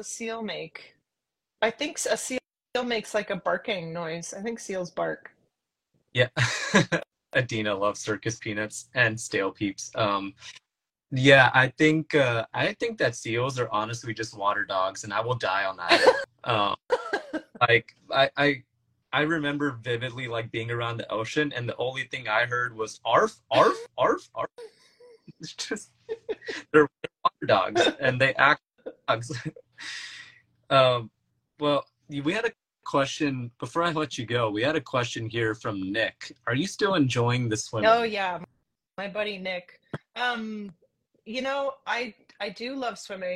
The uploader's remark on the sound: This episode was filmed in September 2023, on IG Live.